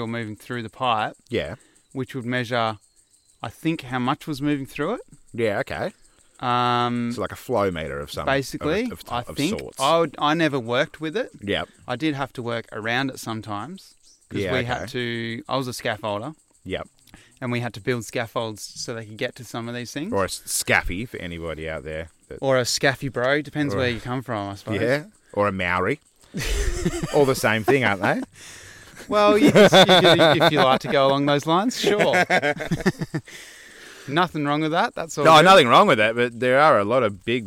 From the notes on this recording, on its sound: This week we ventured up a dry creek bed and set up to record smack bang in the middle of it. The sun peered through the trees on a 35-degree day as the bees, birds, and butterflies drank from the last puddles left in the creek bed.